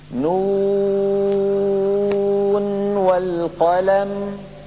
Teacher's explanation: لما قلنا نو كنا ننطق واوا صافية ليس فيها غنة، فإذا وصلنا إلى الإدغام يدخل عمل الخيشوم وتخرج غنة من الخيشوم مع الواو بسبب الإدغام. · Term: الإظهار